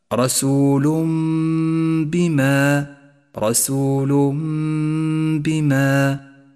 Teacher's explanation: رسول بما، رسول بما، جاء التنوين وبعده حرف الباء، والواجب هنا أن نقلب التنوين إلى ميم نقف عليها بغنة زمنها حركتان · Term: الإقلاب